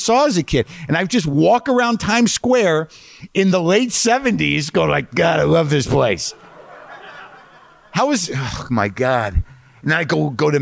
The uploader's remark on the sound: WTF takes over the historic Paris Theater in New York City for the first live audience episode of the show in more than six years.